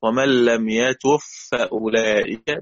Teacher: بإدغام الباء في الفاء